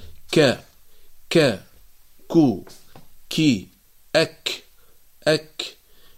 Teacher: فالكاف إذن متقدمة قليلا في مخرجها عن حرف القاف